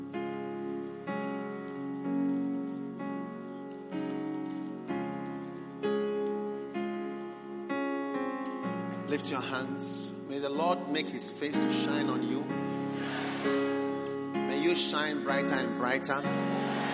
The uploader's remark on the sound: Preached at the Experience Service, First Love Church.